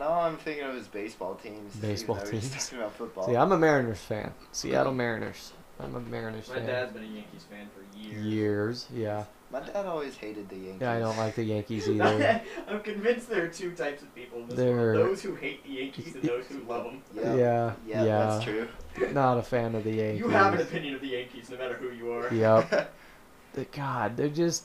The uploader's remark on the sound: i apologize for the bad audio